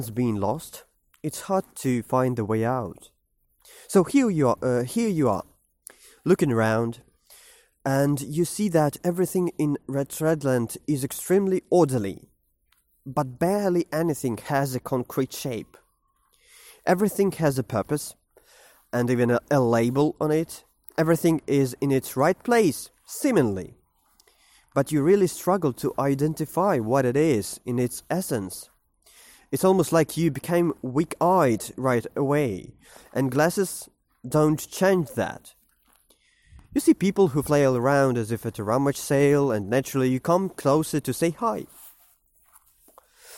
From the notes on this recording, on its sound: while walking to a coffeeshop before work in the morning